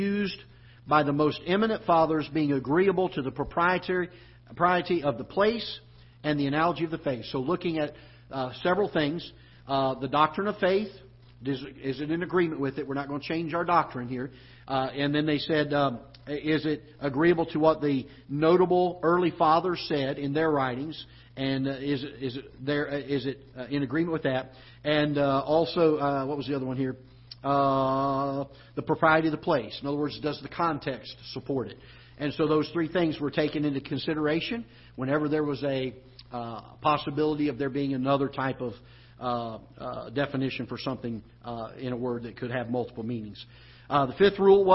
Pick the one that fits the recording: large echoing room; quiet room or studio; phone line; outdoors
large echoing room